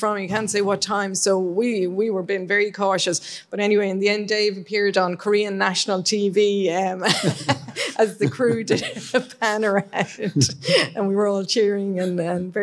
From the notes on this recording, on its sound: Recorded in front of a live audience at BT Young Scientist & Technology Exhibition 2024.